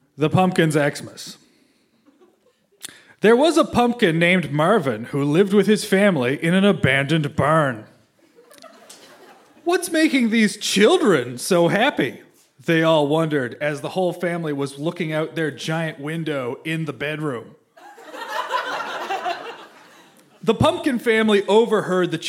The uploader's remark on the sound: Recorded live at the Spice Factory in Hamilton, Ontario.